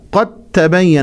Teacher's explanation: أدغمت الدال في التاء، قد تبين، لا نقول قد تبين، الإدغام المتجانس يحصل بين حرفين يخرجان من مخرج واحد.